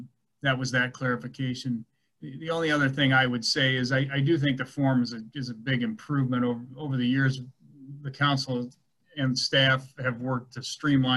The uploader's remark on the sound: Was held on Zoom due to the pandemic.